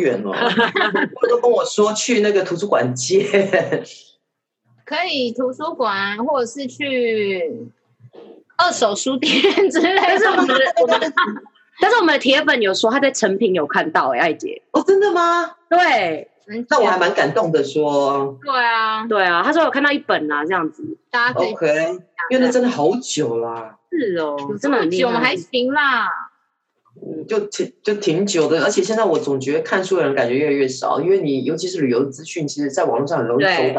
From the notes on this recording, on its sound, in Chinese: 這次使用遠端錄音的方式，所以音質可能沒有之前幾集這麼好。